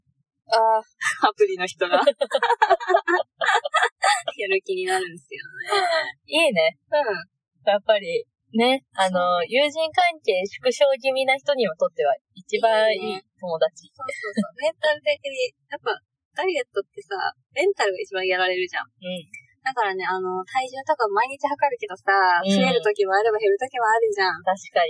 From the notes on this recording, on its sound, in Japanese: 初の対面収録！なぜか音がキンキンしていたり声が聞こえにくかったりと音質が最悪でございます！